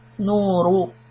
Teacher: نون with a dhamma followed by واو، that is two counts, it's called مطبي. نور، the raw dhamma is heavy, so push the tip of the tongue a little bit inside, away from the teeth, away from the upper teeth.